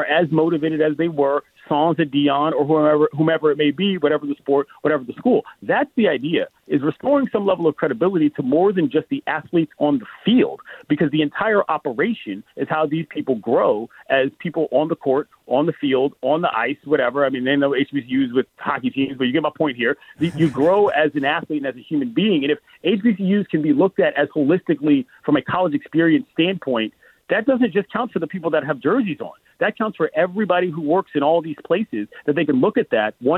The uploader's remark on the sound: calls in the show